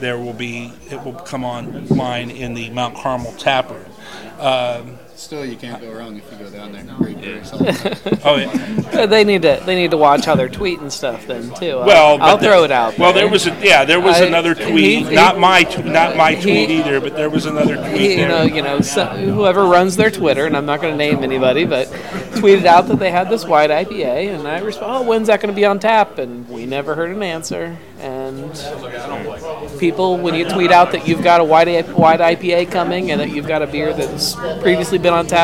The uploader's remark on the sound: DogBerry Brewing in West Chester. This week we head out on the road to DogBerry Brewing. For our first "experimental" road show and live test.